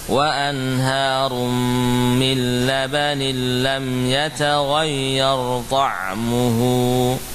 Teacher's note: min ketemu lam, min labanin idgham bila gunnah